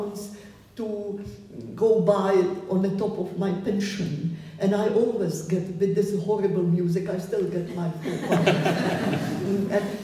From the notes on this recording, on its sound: at a public event held at Stills, Edinburgh on 12th August 2023